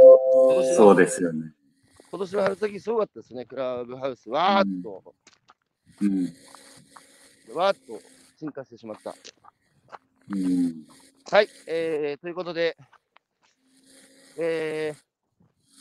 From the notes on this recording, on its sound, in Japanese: 歩くラジオ。歩きながら1時間、対談する。